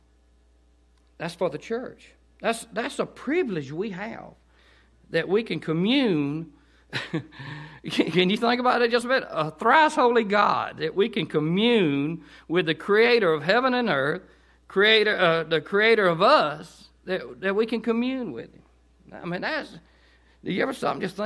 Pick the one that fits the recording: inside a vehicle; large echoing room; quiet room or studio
large echoing room